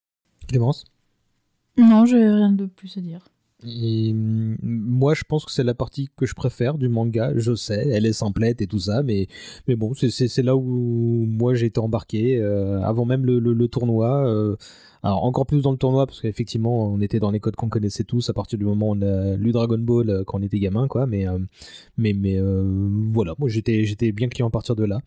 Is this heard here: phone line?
no